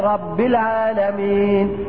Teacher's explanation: في كلمة رب العالمين اللسان ارتعش ارتعشة واحدة سريعة · Term: التكرير